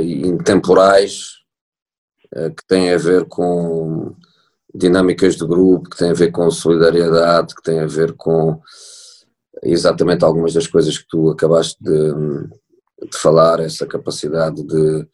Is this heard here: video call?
yes